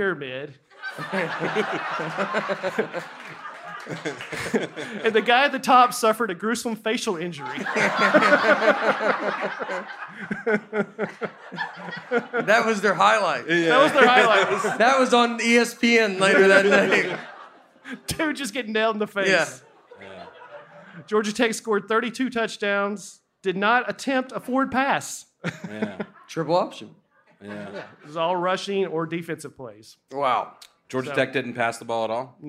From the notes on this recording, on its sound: We take the show to Zanies Comedy Club in Nashville, Tennessee for our first ever episode in front of a live audience. Recording & Editing by Genovations Media.